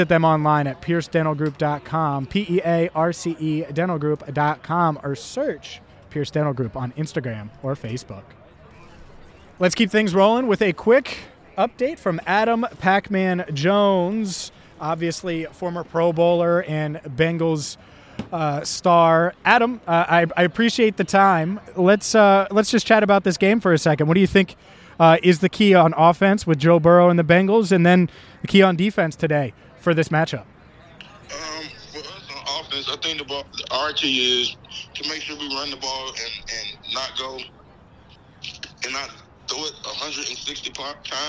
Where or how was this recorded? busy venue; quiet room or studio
busy venue